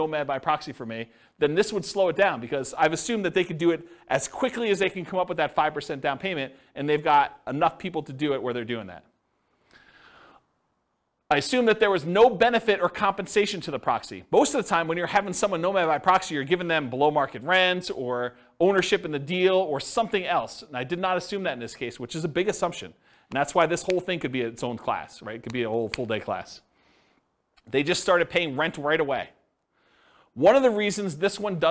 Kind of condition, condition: setting, live audience